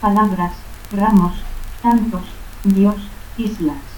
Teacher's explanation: el fonema S nunca se aspira como en otros dialectos del español